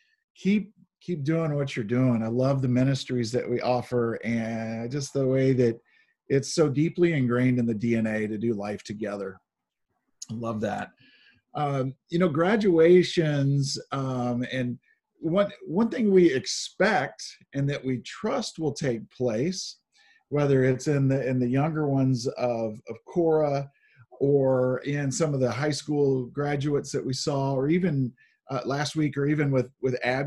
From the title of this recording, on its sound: Zoom Sunday